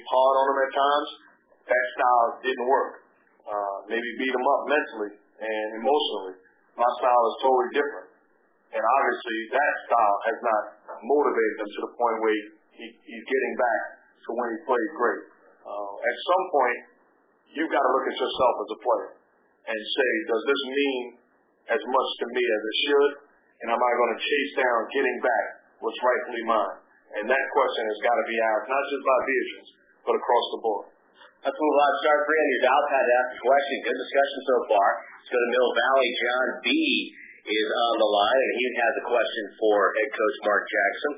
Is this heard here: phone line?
yes